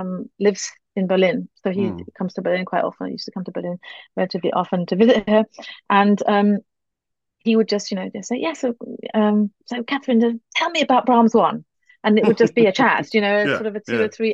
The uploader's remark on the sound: This interview was recorded. Via Zoom.